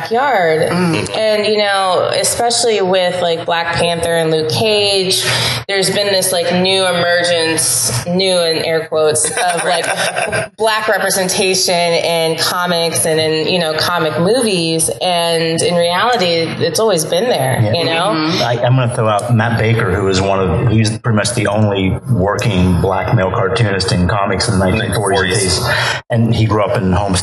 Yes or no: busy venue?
yes